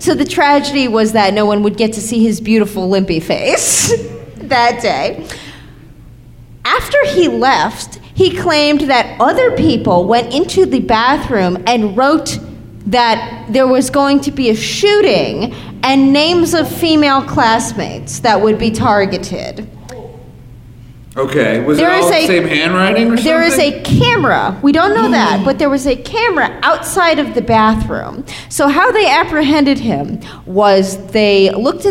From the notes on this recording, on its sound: Coming to you live from the Lutheran Friends Church in Detroit, Michigan.